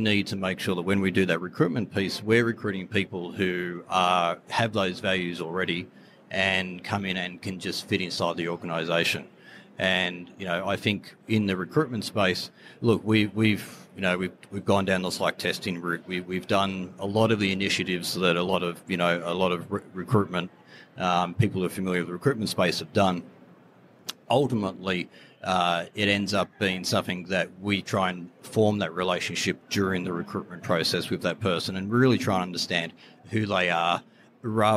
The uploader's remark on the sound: On location at Online Retailer 2019. The Live Podcast Series with NORA Network and Mouthmedia Network made a triumphant return to the Online Retailer expo floor.